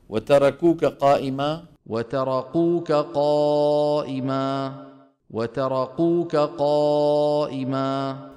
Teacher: شايفين عم يجيب الشدة وما عم يجيب الهمس، نطقها شبيهة بالقاف